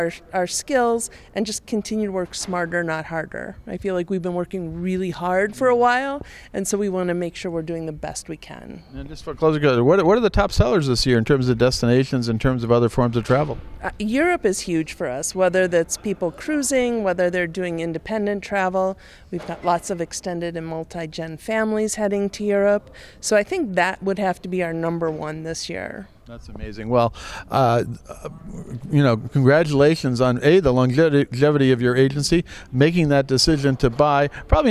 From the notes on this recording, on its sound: at the recent MAST Travel Network conference in Las Vegas